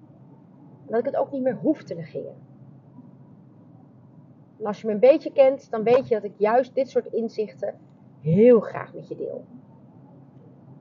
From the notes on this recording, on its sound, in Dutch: opgenomen in de auto dus matige geluid!